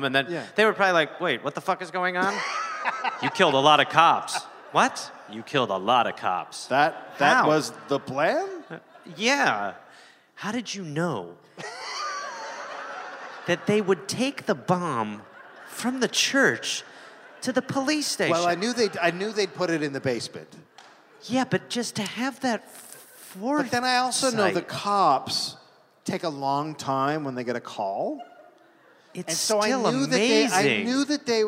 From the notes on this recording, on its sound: Recorded live in Milwaukee